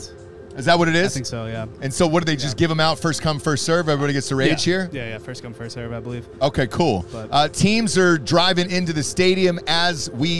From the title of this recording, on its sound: Live From University Of Central Florida